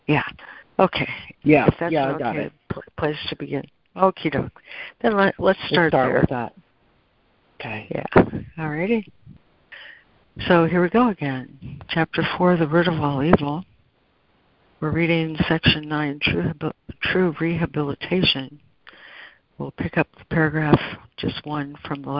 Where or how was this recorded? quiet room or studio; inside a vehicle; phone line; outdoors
phone line